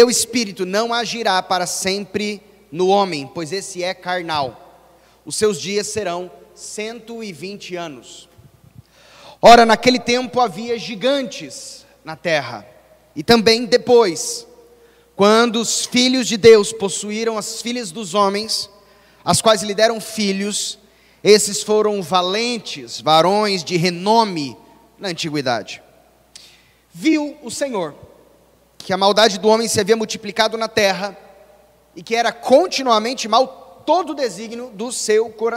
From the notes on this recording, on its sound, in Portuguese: gravado em 23-01-2022 na Igreja Evangélica Batista em Campo Grande-MS